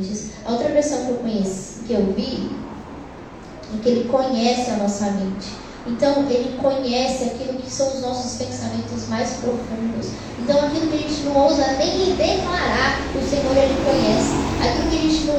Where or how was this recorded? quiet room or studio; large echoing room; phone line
large echoing room